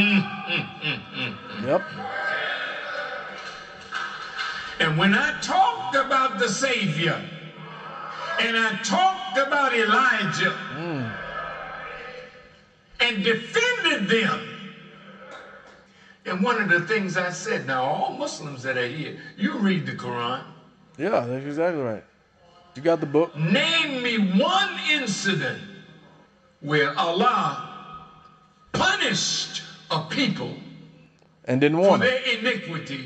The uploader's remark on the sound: Live Recording